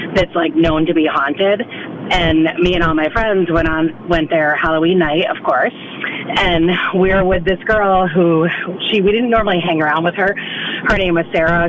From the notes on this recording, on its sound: We open the phone for all your creepy, local calls